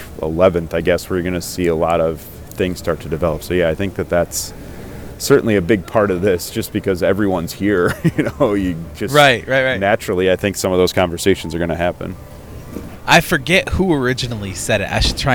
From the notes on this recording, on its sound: checks in LIVE from the NFL Combine